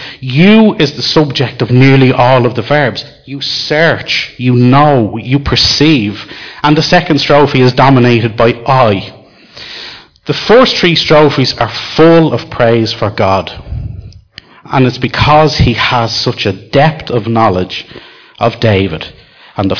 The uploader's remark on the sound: Recorded live in Liberty Church.